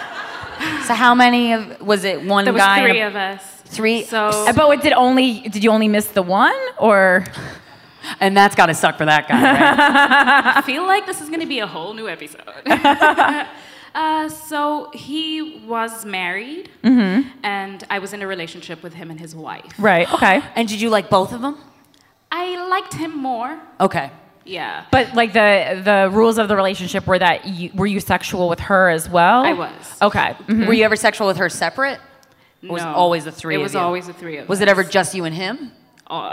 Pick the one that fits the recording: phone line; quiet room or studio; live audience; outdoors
live audience